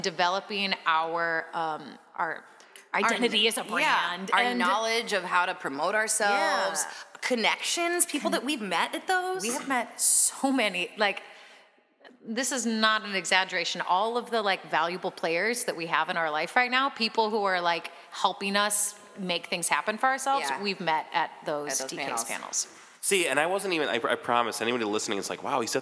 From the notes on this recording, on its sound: interview recorded backstage at Subterranean